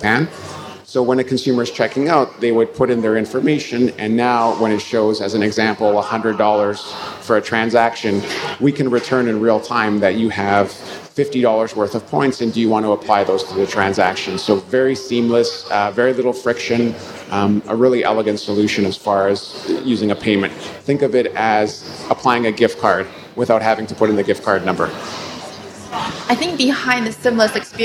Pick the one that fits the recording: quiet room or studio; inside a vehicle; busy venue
busy venue